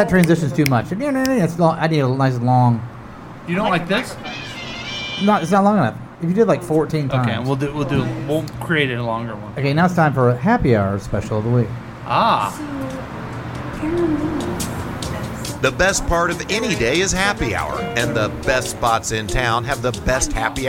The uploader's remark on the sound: Live from The Lakewood Local